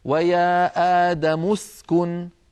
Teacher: ولو وصلنا تسقط، ويا آدم اسكن، فتسقط همزة الوصل